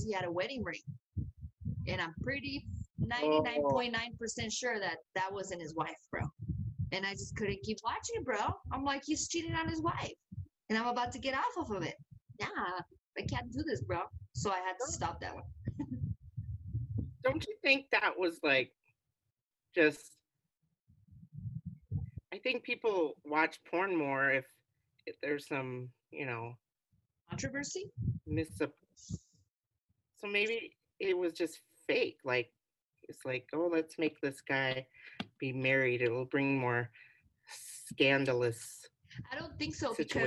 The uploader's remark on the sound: Technical Difficulties... Sorry about your ears...